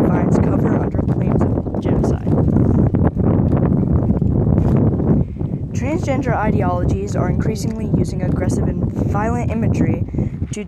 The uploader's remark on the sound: I am so sorry about the wind.